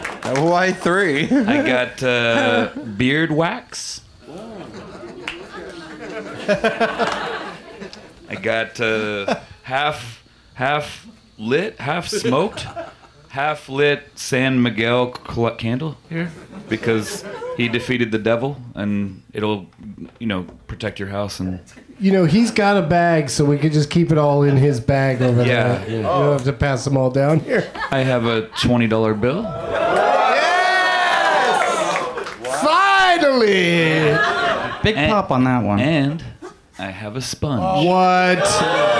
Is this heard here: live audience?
yes